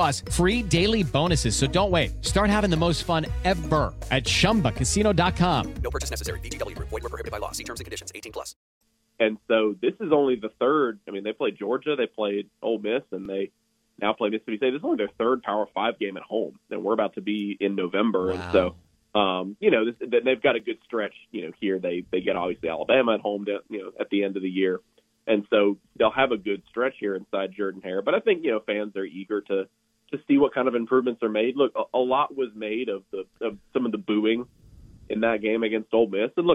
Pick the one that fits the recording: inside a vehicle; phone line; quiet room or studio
phone line